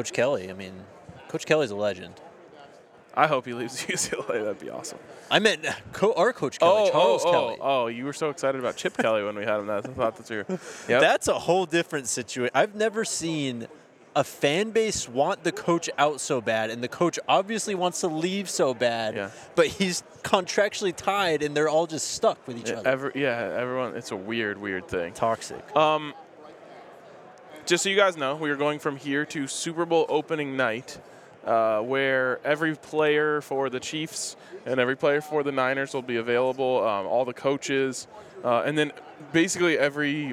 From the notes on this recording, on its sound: live from Las Vegas at Super Bowl LVIII Radio Row